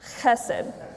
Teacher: in Hebrew, it's called a guttural, and you say it from like the back of your throat. And when you say it, usually like some spit comes out.